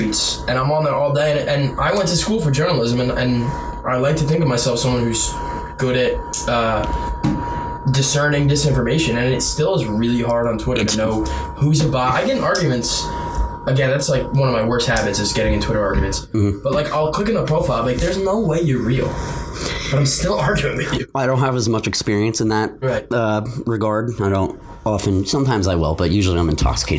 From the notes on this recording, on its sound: Audio quality is subpar due to the main mic losing power.